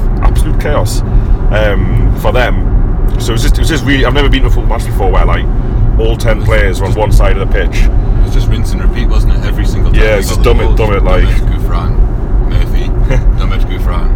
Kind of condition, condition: setting, inside a vehicle